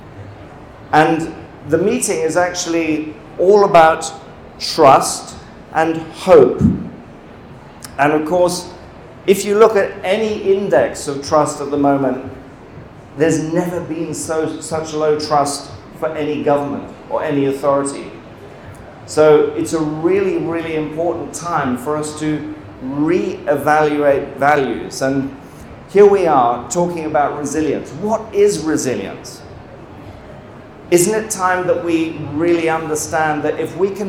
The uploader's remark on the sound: talk from last weekend's #CrowdResilience On Tour event held live in Austin, TX, USA